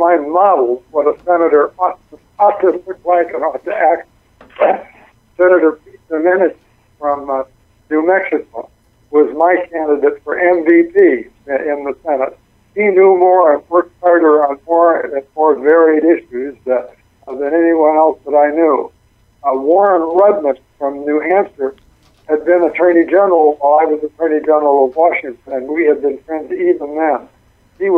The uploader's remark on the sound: calls